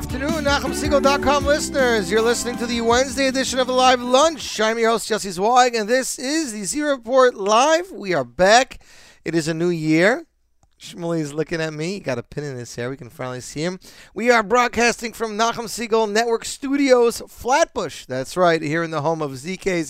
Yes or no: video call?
no